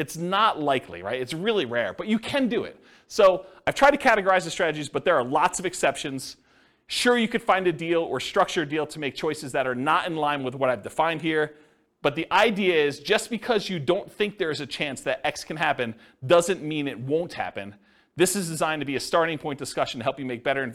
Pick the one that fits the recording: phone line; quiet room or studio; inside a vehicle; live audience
live audience